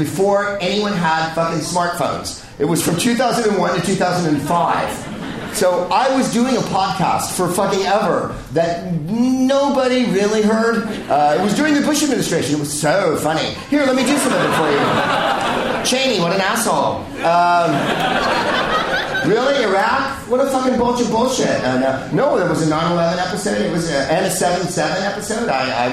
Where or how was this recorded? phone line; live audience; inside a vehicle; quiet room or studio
live audience